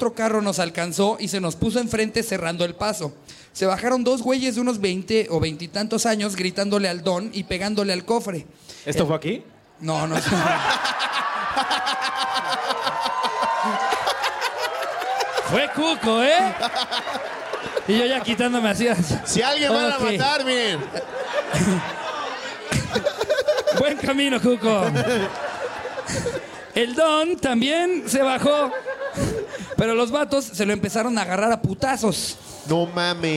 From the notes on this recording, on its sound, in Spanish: en este anecdotario en vivo desde celaya